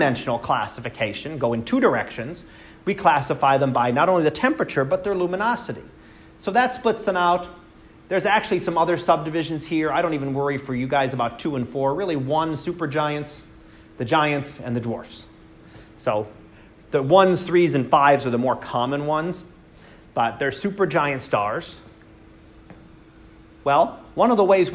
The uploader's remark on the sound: Live Class Lecture